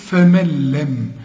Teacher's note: هنا النون تلغى وكأنها غير موجودة عند الوصل. اسمع، فمن لم، ده اسمه إدغام كامل بدون غنة